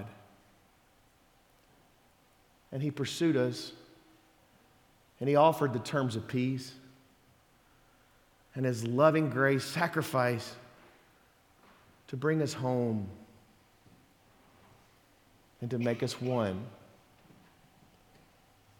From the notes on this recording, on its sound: Sermon audio from Sunday December 10th, 2023